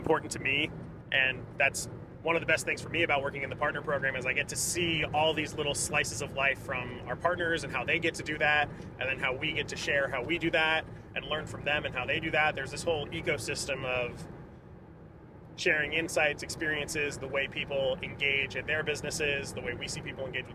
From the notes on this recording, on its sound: The podcast crew is on the move! We are recording from the car this week.